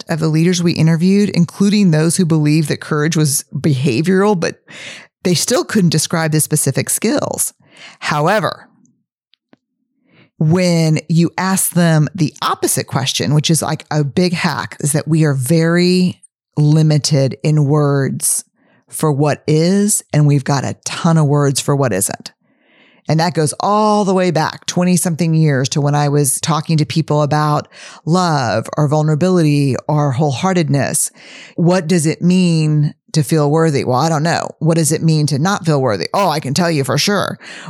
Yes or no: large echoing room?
no